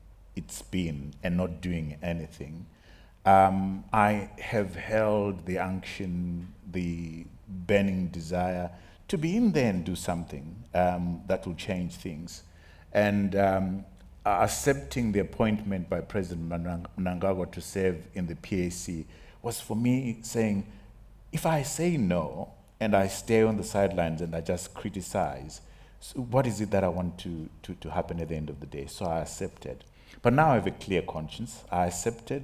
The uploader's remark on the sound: on the final day of the BizNews Conference in the Drakensberg